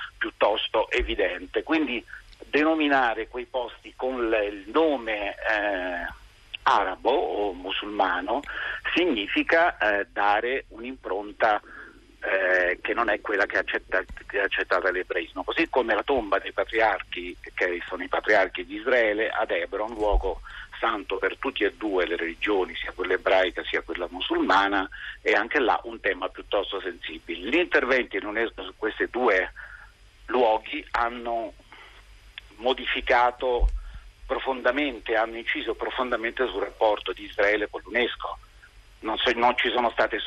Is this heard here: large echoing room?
no